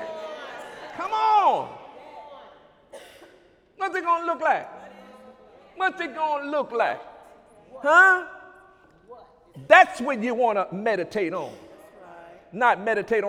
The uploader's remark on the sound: During Sunday morning service on June 4, 2017